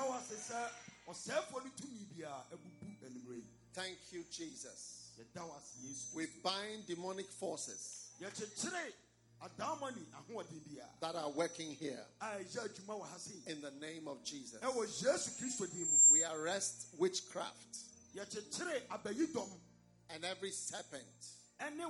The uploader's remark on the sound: Preached at a Healing Jesus Campaign in Drobo, Ghana